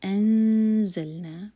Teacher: انزلنا زا کے لیے اخفا اور پھر زا بزنگ ساؤنڈ کے ساتھ